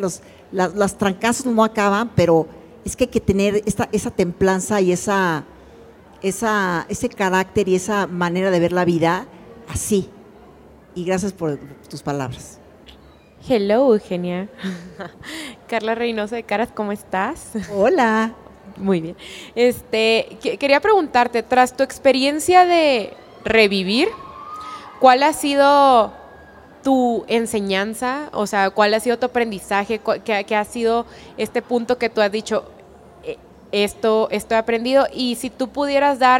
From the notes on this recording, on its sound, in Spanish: Dentro de la edición de What a Woman 2023. Este episodio fue grabado en vivo con muchas de ustedes frente a nosotras.